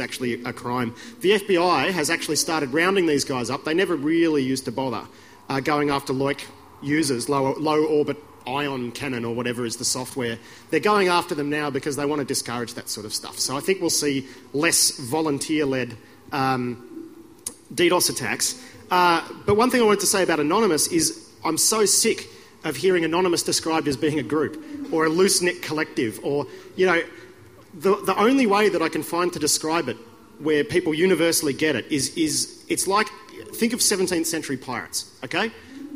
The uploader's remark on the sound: The following is a recording of a panel discussion about Wikileaks that took place at the Splendour in the Grass music festival in Woodford, QLD, Friday, 29 July 2011. The recording is unedited.